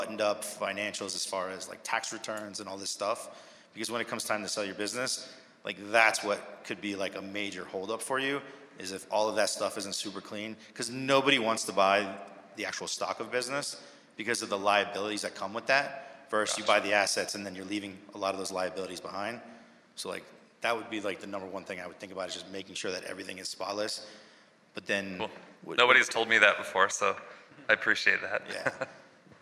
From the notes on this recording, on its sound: MicroConf Recap: Quiet Light Brokerage Answers Audience Questions. In this Q&A session from MicroConf US 2023. Answer attendee questions.